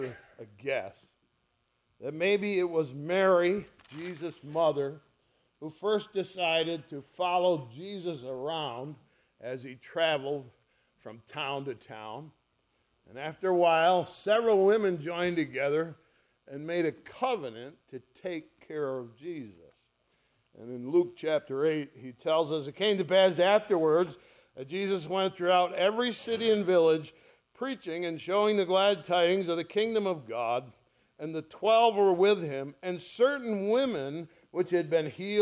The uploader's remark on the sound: ESCBC Easter Sunrise First Service recorded on 04/09/2023